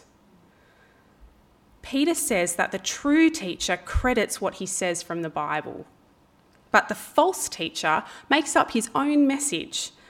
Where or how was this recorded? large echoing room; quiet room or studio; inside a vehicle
large echoing room